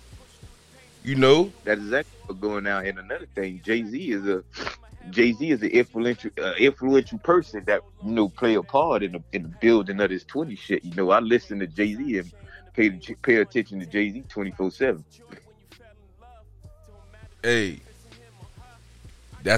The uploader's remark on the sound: Today I'm on the phone with one of my childhood friends and we turn an inspiring phone conversation into a podcast episode.